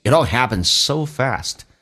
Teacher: it 跟 all 有一个连音叫 itall， t 要进行浊化，It all happened so fast.你要记住两个元音中间所加的清辅音要被浊化，所以 T 要浊化成 D.